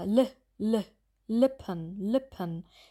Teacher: Es ist so eine Mischung zwischen dem langen I und dem Schwa-Laut. · Term: kurze I